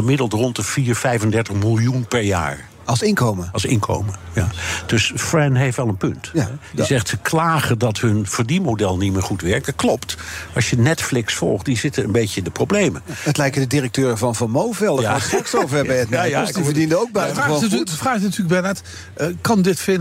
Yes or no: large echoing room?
no